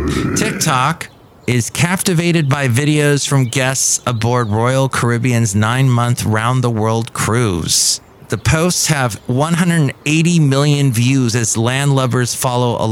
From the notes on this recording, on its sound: podcasts live from Café Anyway